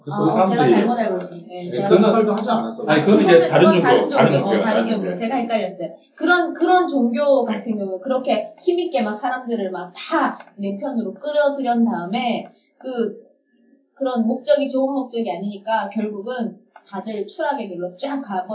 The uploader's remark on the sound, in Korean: (1회부터 3회까지 음질이 고르지 못해 양해부탁드립니다.)